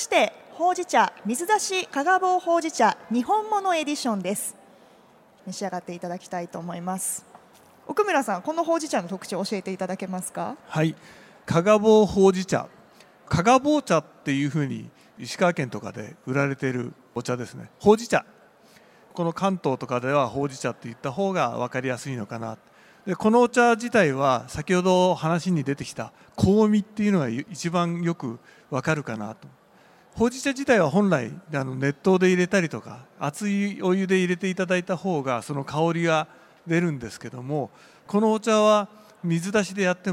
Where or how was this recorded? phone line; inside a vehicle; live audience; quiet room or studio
live audience